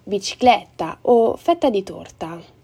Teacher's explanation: La E aperta è molto aperta e quindi noi diciamo perché. Inoltre la E è sempre aperta prima della doppia T